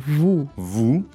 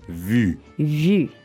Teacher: it kind of might sound like the first and last words are the same, but they're not. The first one is more open.